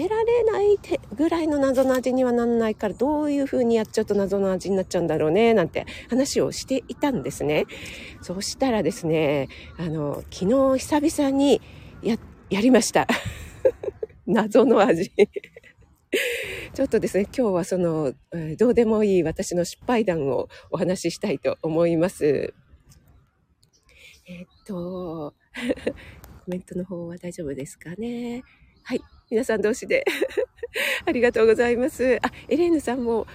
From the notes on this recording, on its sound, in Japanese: 野外ため、鼻水ズルズルすみません